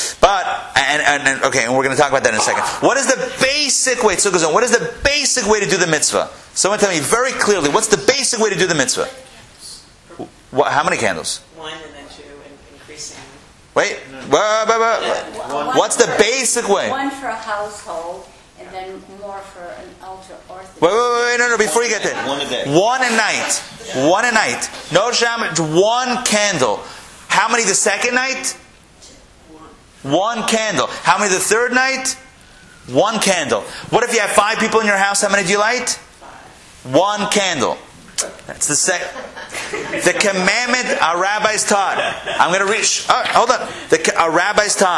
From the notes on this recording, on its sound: Recorded live at Atlanta on October 27, 2013